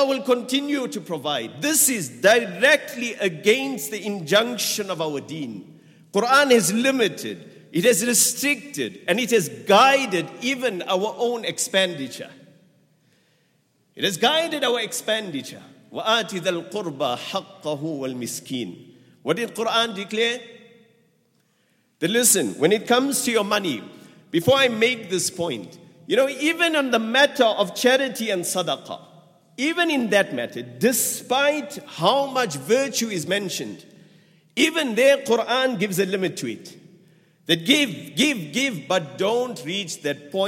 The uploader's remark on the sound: At the Houghton Masjid (West Street).